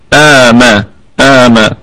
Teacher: الميم مفتوحة متحركة فهي في الدرجة الخامسة من درجات الغنة